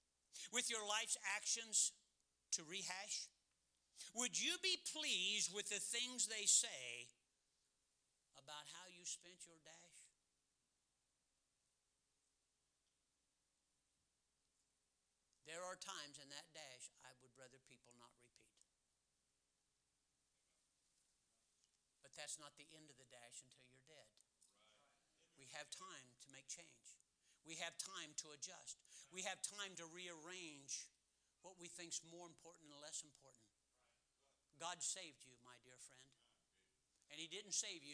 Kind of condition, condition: setting, large echoing room